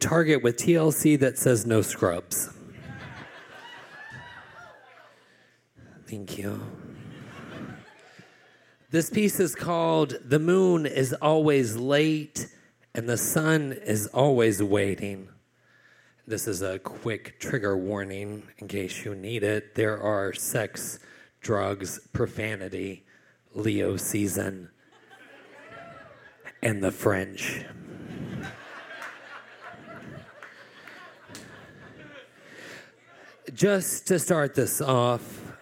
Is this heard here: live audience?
yes